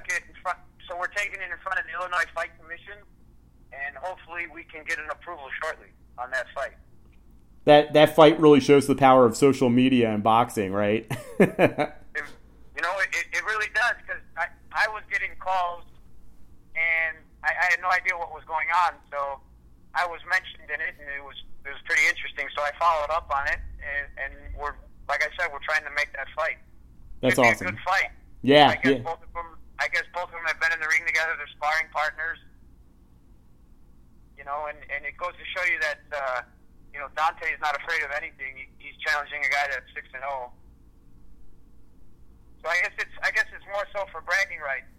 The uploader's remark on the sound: Phone interview.